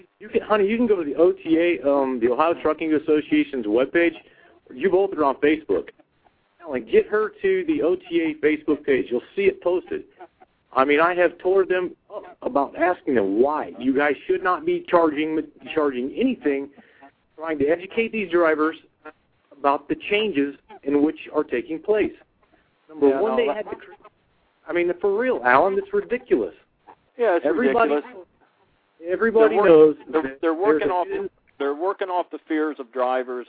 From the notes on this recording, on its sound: The phone lines are opened for the callers to decide what they want to talk about.